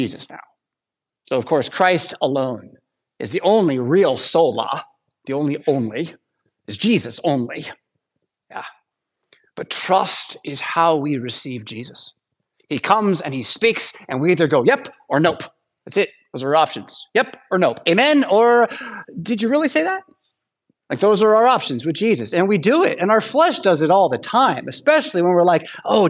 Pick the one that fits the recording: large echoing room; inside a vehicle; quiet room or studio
large echoing room